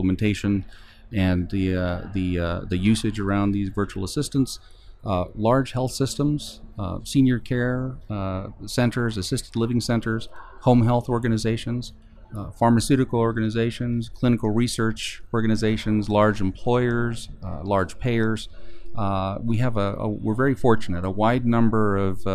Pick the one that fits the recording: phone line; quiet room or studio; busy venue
busy venue